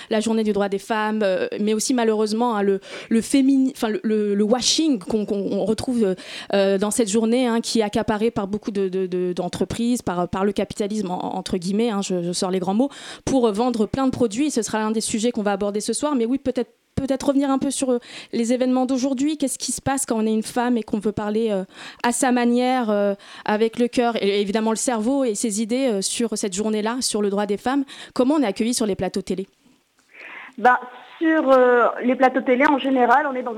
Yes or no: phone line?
yes